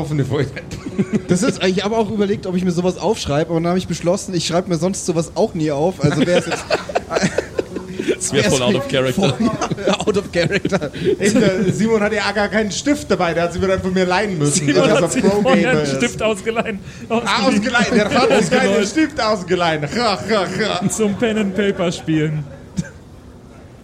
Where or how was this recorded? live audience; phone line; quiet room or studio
live audience